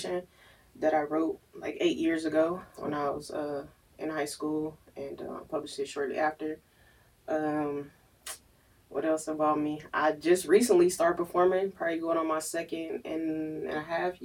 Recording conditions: poor sound quality